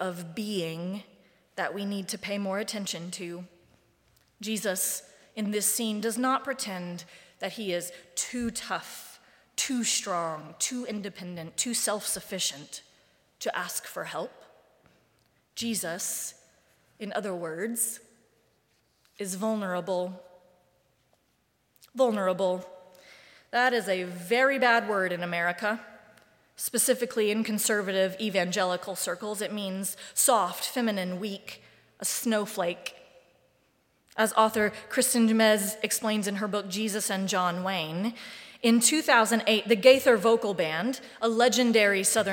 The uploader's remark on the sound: Live Streamed from the sanctuary of Mayflower Congregational UCC Church in Oklahoma City.